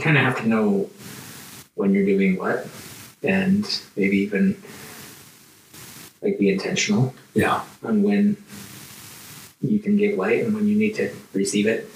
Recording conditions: poor microphone